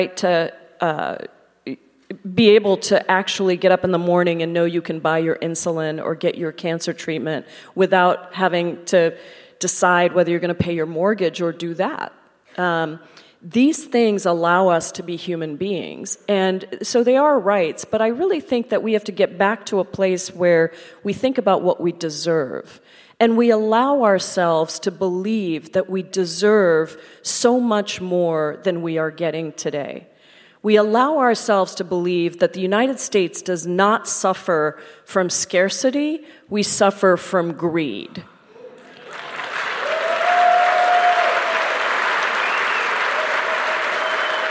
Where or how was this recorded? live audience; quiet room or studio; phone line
live audience